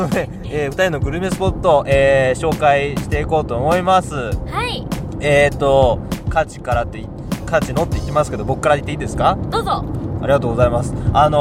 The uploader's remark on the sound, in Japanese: 下條村への道中で録り貯めした「ボクワタ」音声